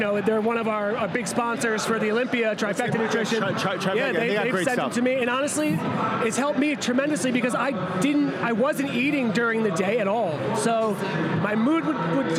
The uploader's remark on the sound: Live From Strong New York